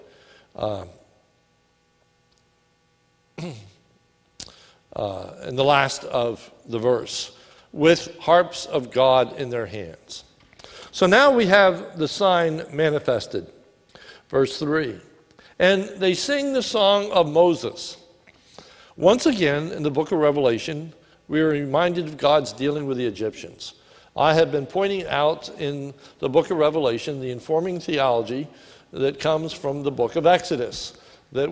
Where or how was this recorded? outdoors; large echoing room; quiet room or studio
large echoing room